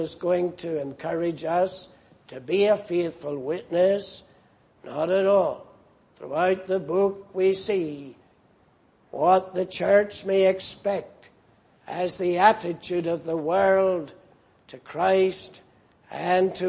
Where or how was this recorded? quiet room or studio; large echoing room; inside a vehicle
large echoing room